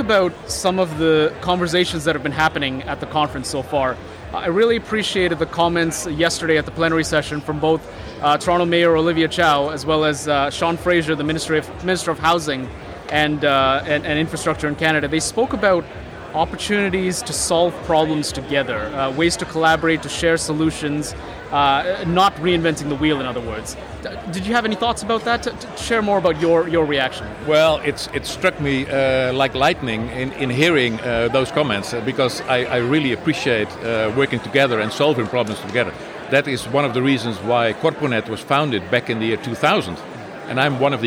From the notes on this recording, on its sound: joins us live onsite at the 2023 ONPHA Conference in Toronto